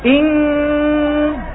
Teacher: النون عند الكاف إخفاؤها ضعيف. معنى ضعيف، معنى ضعيف أنك تكاد أن تسمع صوت النون.